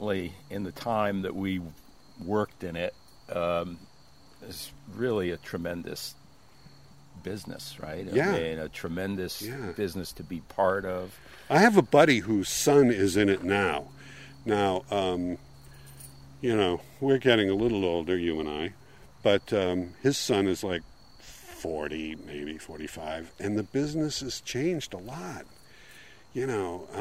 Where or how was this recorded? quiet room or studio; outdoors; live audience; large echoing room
outdoors